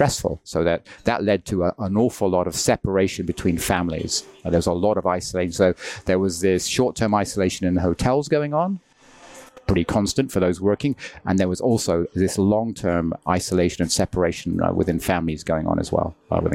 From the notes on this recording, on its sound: Recorded live at Elephant Grounds Café in Causeway Bay, over a cup of tea.